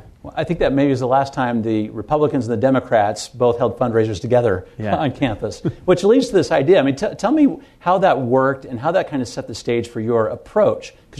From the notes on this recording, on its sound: In front of an audience at KSL Broadcast House.